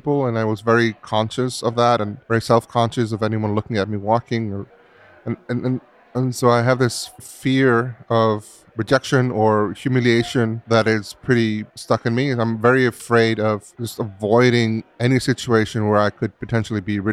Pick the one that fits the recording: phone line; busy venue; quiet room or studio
busy venue